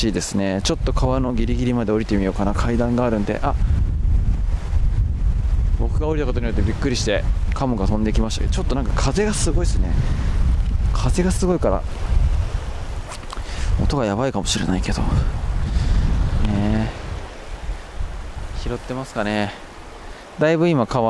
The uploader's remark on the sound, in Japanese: 酒匂川散歩をしながら最近の話。終始風がうるさい音声です。